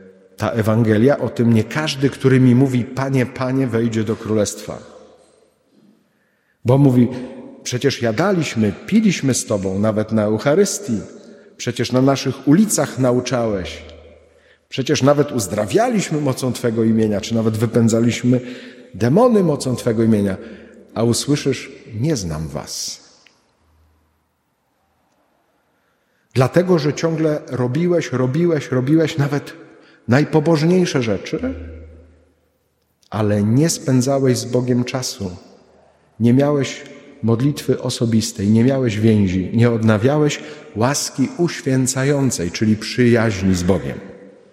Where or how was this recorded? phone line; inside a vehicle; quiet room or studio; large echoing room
large echoing room